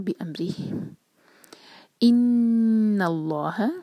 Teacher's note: نون پر غنہ اور لام جلالہ ہیوی